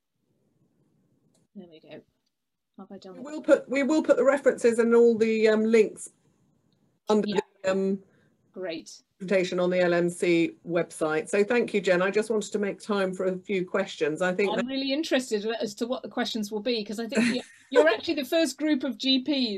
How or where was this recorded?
video call